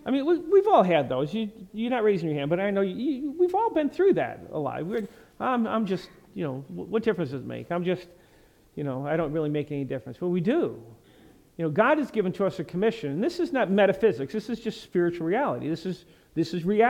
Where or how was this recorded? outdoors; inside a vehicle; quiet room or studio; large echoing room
large echoing room